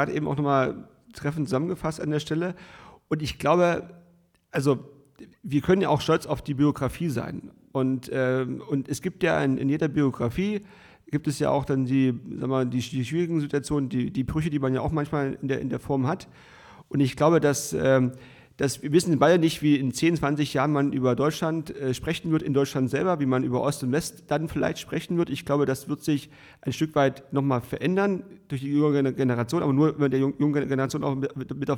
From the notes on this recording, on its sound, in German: Live vor Publikum im 1448zwo in Potsdam-Babelsberg.